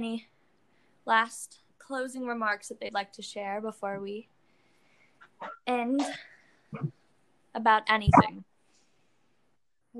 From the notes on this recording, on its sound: I got some of my friends together, via an audio call. Because it was an audio call the audio may appear glitchy at times or cut people off.